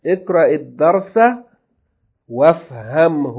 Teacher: we're skipping the lam and going straight to the dal